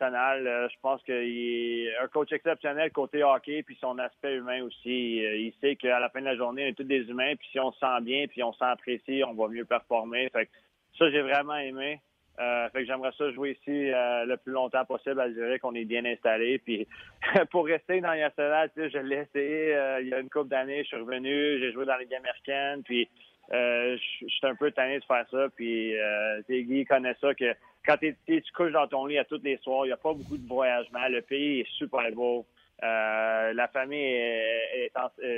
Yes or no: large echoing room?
no